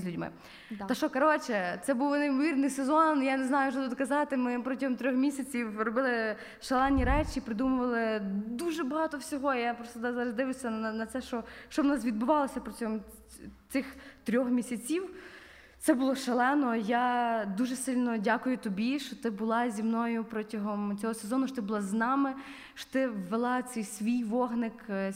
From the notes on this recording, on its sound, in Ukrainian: Саме цей випуск ми записали з нашими відданими слухачами.